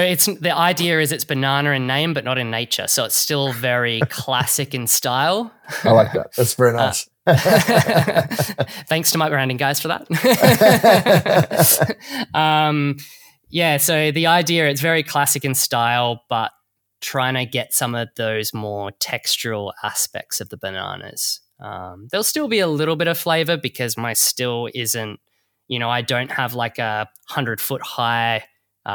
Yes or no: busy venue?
no